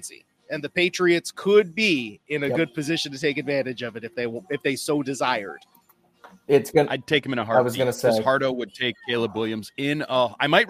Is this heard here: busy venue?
yes